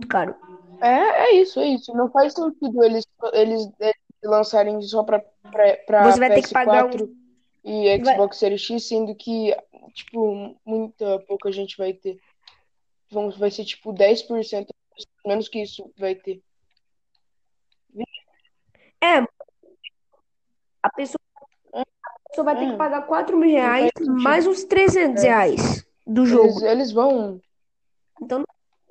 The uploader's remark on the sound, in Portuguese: Me desculpem pela qualidade do podcast, ele é o meu primeiro.